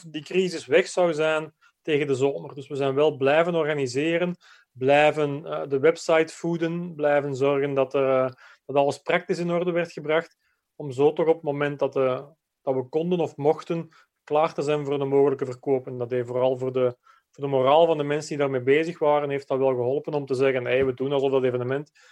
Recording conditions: video call